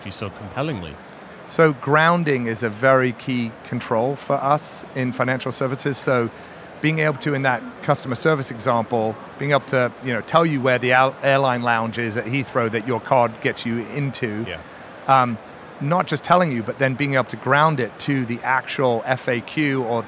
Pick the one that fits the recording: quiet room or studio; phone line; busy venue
busy venue